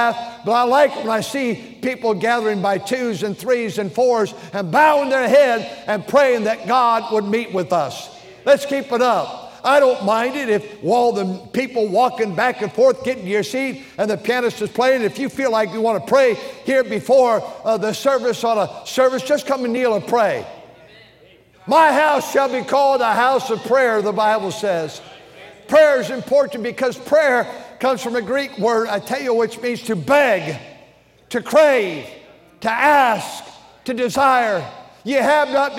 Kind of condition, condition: setting, large echoing room